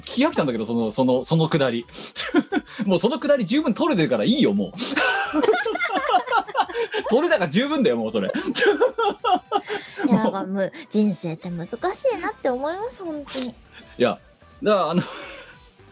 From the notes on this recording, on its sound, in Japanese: 本番組はリモート収録です。収録時環境の影響により、聴き取り辛い部分があります。